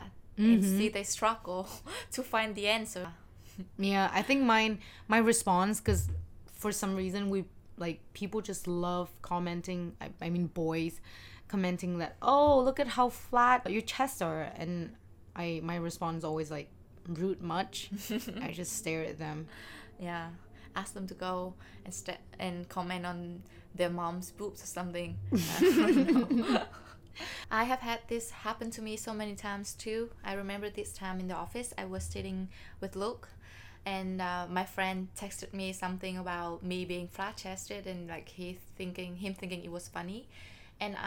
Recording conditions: uneven or low level